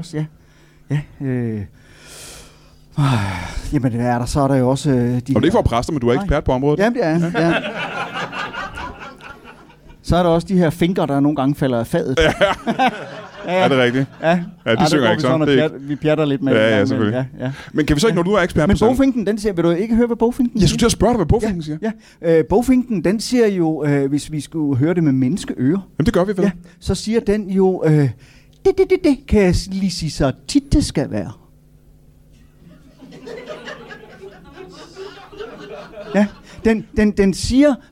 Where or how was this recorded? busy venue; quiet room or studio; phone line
busy venue